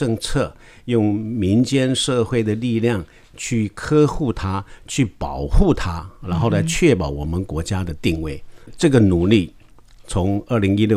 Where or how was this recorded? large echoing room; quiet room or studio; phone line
quiet room or studio